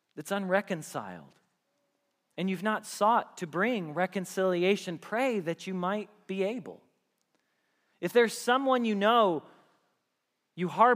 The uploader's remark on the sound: Message Preached at Valley Creek Church